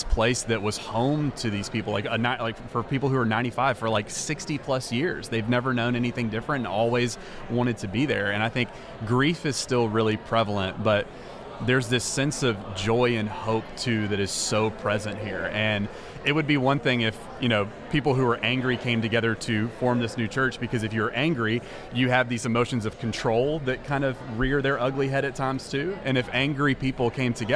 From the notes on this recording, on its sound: This week we are recording at the Texas Annual Conference and we are joined by 3 pastors who are planting new churches!